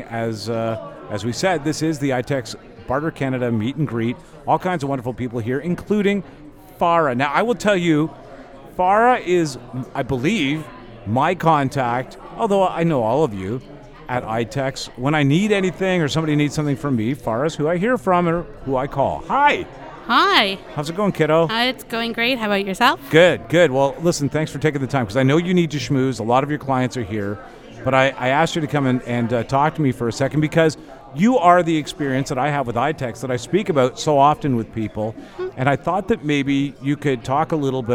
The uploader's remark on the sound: LIVE from the ITEX Canada Meet & Greet